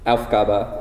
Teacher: The emphasis is on the first syllable, Aufgabe, and the last syllable is kind of like a schwa.